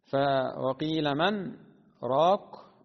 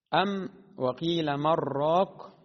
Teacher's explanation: وأما في سورة القيامة وقيل من راق، لا بد من السكت حتى لا يلتبس المعنى · Shown in: first take